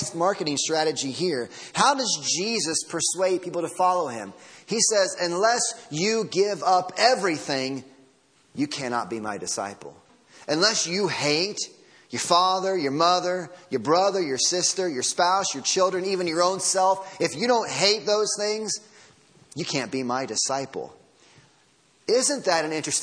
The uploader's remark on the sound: Sermon Audio from Sunday Morning